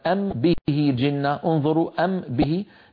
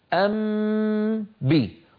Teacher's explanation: أطبق الشفتين على ميم وأمط غنتها ثم أجافي الشفتين عن باء · Shown in: second take · هذا العمل أسهل من أم به. · Term: إخفاء الميم